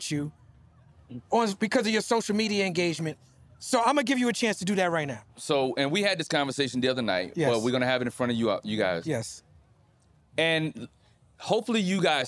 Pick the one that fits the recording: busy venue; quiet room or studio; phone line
busy venue